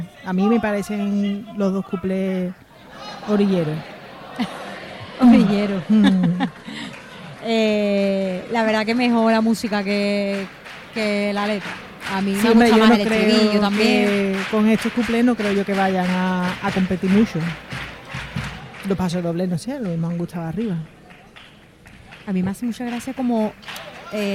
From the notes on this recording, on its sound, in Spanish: En directo desde el Gran Teatro Falla de Cádiz. Concurso Oficial de Agrupaciones Carnavalescas del Carnaval de Cádiz 2024 en Onda Cero.